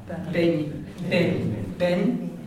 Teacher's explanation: It's a different N. It's like as if there was a Y coming after it, but you're not saying the Y.